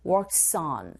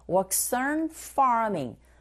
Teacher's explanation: Whole family works is 자음의 소리로 끝났죠. On의 모음의 소리로 시작이 됐으니까 연결시켜서 발음하게 되면 연음 현상이 일어나죠. There's a liaison.